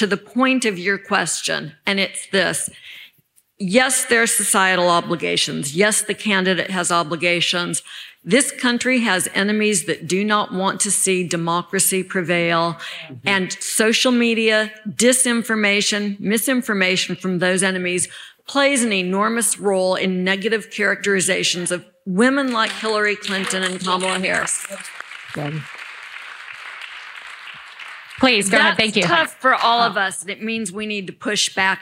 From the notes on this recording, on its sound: Live from this year's Texas Tribune Fest, we present a recording from a forum.